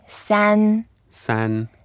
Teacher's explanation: It's the first tone. Okay. Again, keep it flat.